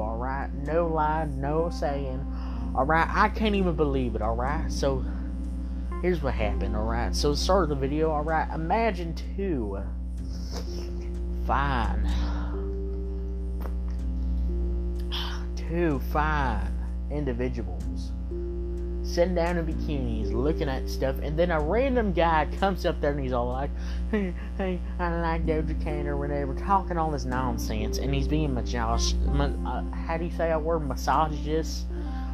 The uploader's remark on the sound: Sorry for the Buzz sound in the background!